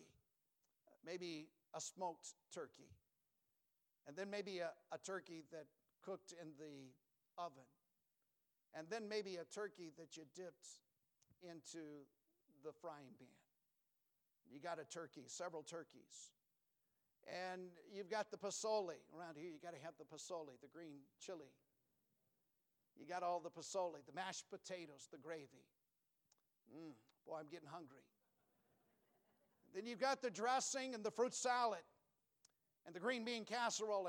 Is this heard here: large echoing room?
yes